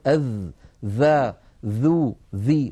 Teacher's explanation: الذال مجهورة، والذال رخوة، والذال مستفلة كما أنها منفتحة